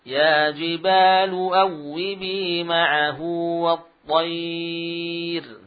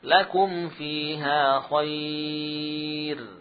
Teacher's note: Waqaf pada huruf ra yang didahului ya sukun, baik itu mad atau lin, maka ra dibaca tipis.